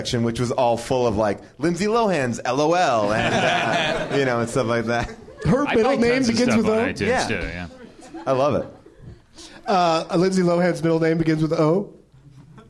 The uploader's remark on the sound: Live from the NerdMelt Showroom